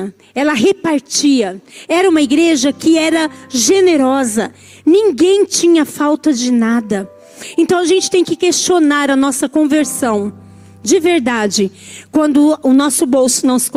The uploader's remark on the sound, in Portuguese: Culto ao vivo